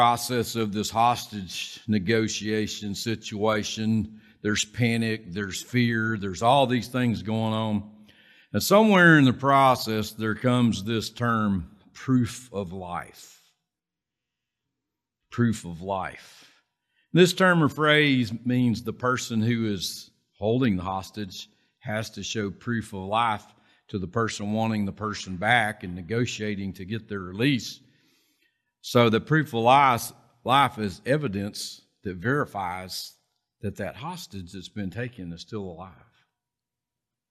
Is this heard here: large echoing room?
yes